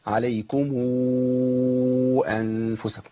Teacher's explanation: بمد ست حركات بوصلها بواو وأضمها وصلها بواو وأمدها ست حركات. · Term: صلة ميم الجمع